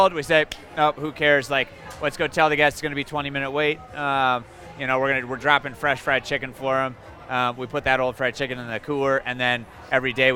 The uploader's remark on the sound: We're talking Colorado restaurants from the patio of one!